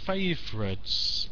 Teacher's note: It's two syllables, with the stress on the first.